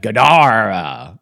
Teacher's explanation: Something like, Gdara, with the accent on the second syllable.